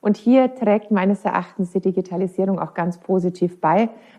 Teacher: Aber es fehlt an Lautstärkekontrast und damit auch an Lebendigkeit, an Differenzierung zwischen betonten und unbetonten Silben